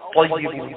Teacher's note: ما سمعناش لام يعني لم تظهر ما بانتش فبتضغم في الحرف اللي وراها · Term: اللام الشمسية